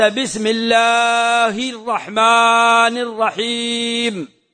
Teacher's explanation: المد في لفظ الجلالة لأن ما بين اللام والهاء ألف، وإن لم تكن مكتوبة فتقول أنت بسم الله الرحمن الرحيم، فالمد بعد الألف ولا تقرمط لفظ الجلالة.